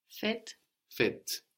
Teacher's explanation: that S of feast, festival before that hard T disappears in the French word. And we got fête.